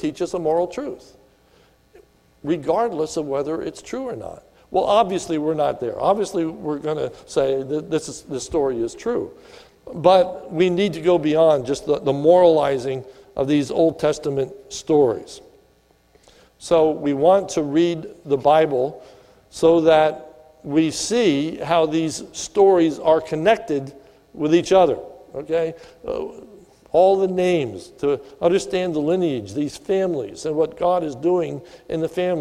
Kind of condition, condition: setting, large echoing room